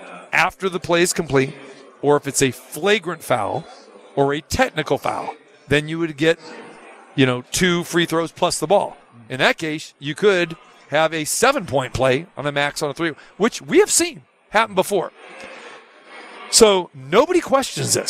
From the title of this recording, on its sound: Live From the Super Book at Westgate Las Vegas